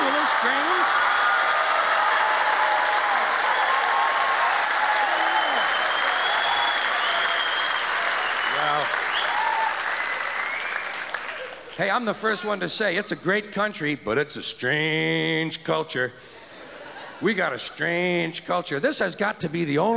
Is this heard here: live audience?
yes